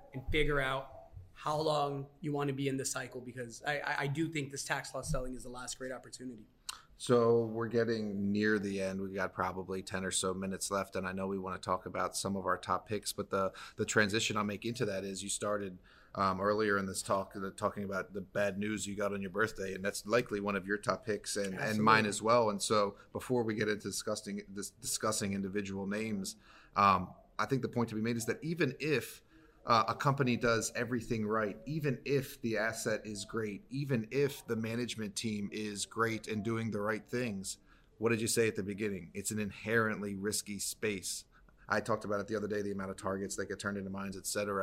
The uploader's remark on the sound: Live from the NOIC.